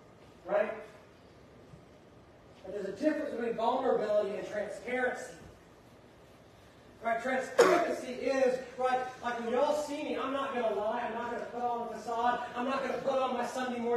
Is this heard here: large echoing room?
yes